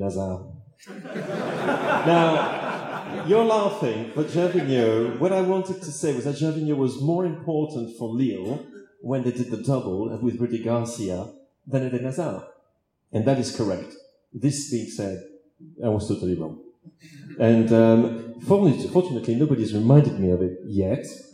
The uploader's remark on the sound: The Blizzard Live At The National Football Museum (1st Half). Live Q&A event held at the National Football Museum as part of the Manchester Football Writing Festival. Apologies for the poor sound quality - we were unable to take a direct feed from the microphones and so had to bodge a compromise.